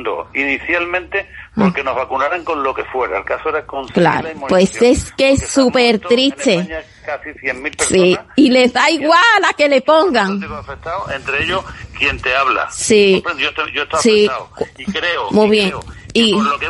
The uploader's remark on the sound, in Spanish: Conversación telefónica